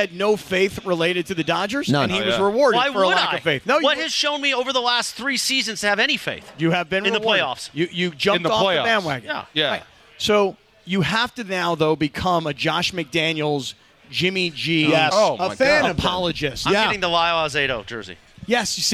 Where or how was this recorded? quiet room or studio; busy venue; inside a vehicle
busy venue